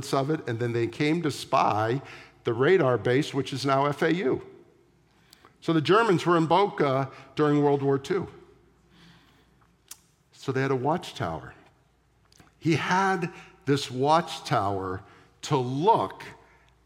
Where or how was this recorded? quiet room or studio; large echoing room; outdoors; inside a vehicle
large echoing room